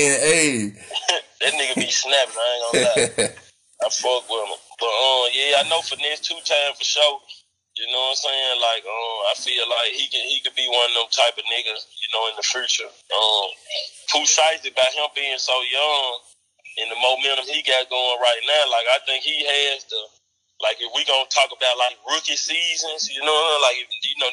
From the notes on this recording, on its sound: on the phone